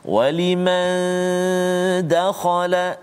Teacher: sembunyikan nun tu kan berserta dengan dengung bertemu dengan dal · Term: ikhfa hakiki